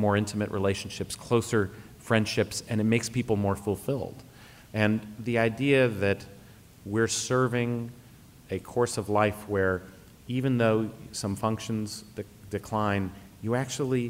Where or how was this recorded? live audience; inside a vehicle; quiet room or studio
live audience